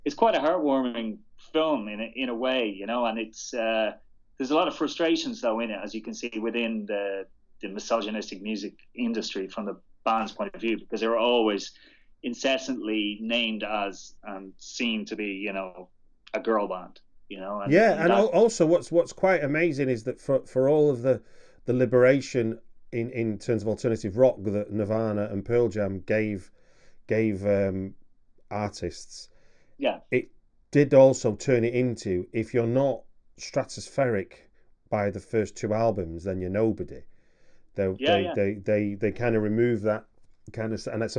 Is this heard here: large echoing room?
no